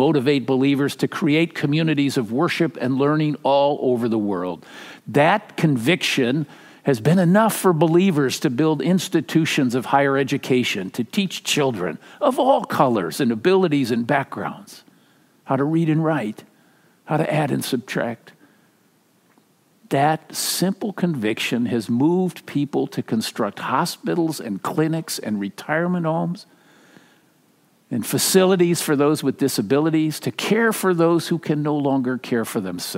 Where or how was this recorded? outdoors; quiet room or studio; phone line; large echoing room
large echoing room